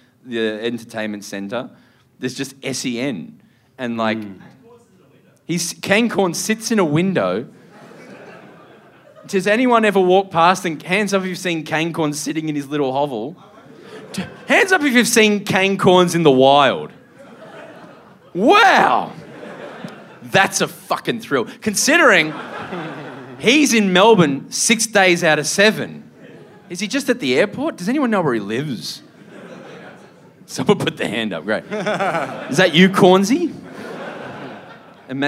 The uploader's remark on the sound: Live From The Rhino Room Adelaide